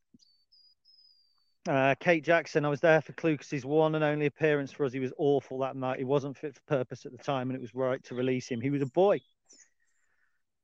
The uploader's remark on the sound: This was recorded as a live feed, on location in the Lincolnshire Wolds, and as such, you may hear birds singing, and some lower audio quality than normal.